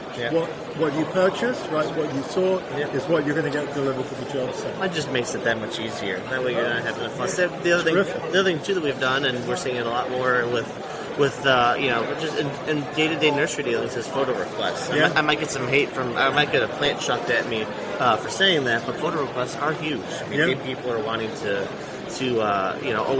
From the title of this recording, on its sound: LIVE from MANTS